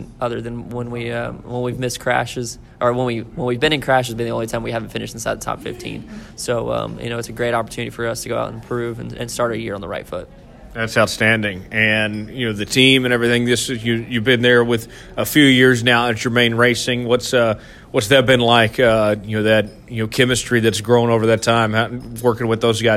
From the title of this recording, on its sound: Live from Daytona